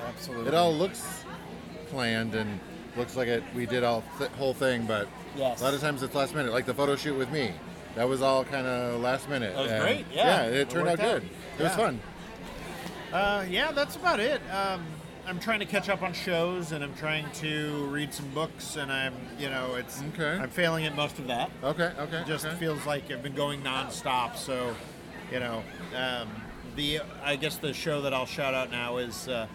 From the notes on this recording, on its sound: We're recording live from the Chub Hub PDX Body Positive Block Party!